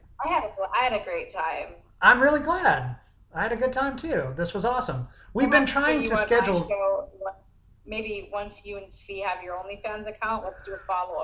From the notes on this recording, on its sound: Her friend also makes a number of audio cameos. Recorded via Zoom.